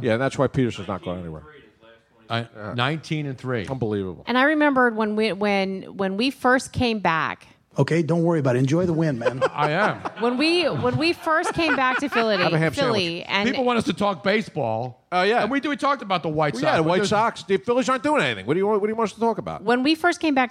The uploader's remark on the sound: Live from MOONSHINE